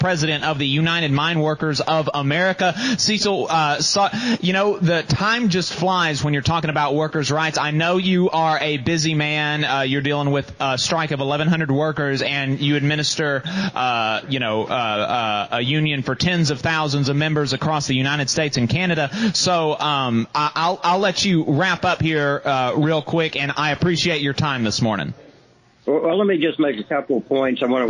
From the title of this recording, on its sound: LIVE from the UMWA Fundraiser